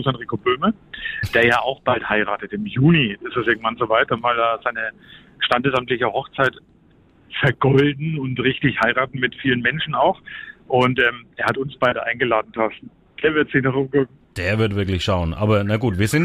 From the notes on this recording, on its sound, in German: im Bus am Telefon